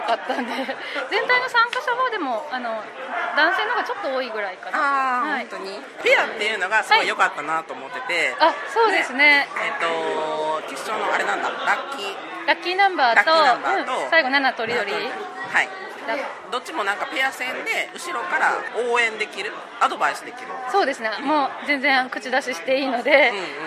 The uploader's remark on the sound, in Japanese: 九州ボードゲームカーニバル会場インタビュー！！会場の雰囲気をお伝えするために周りの騒音が入っていますが、ご了承ください！